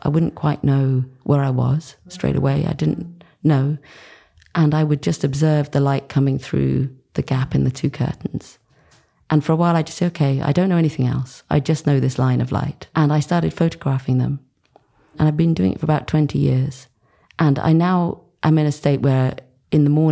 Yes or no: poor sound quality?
no